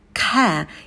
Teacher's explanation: На к мы добавляем придыхание, потом звук лягушка э.